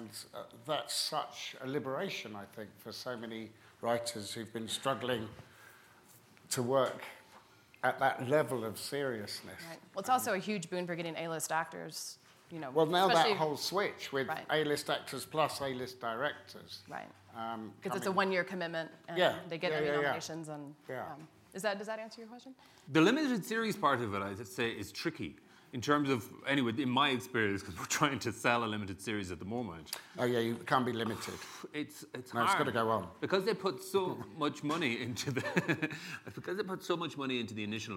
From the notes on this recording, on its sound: In front of a live audience at the SundanceTV HQ on Main Street in Park City, UT during the 2019 Sundance Film Festival.